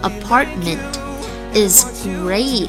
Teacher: apartment 中间的 t 不完全爆破，停顿，apartment is great.发合口双元音 a。Thanks, I love it.